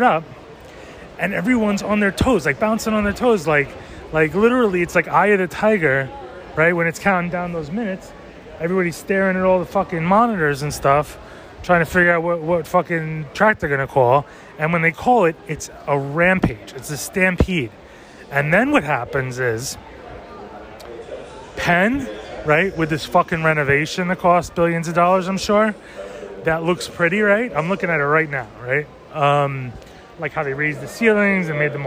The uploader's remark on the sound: A VERY SHORT, COMPLETELY SPONTANEOUS, PERHAPS TOO LIT, TOTALLY UNEDITED, BUT PRETTY EPIC (if I do say so) RANT ABOUT THE CITY. LIVE FROM PENN “FUCKING” STATION. NO INTRO.